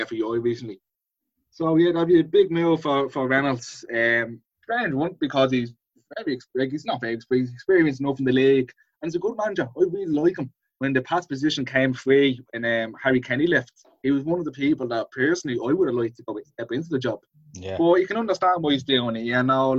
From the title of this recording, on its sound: Zoom Show